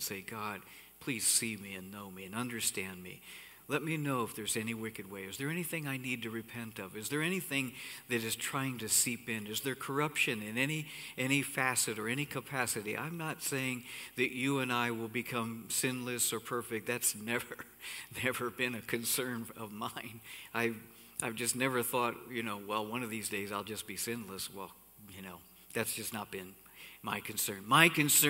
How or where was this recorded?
large echoing room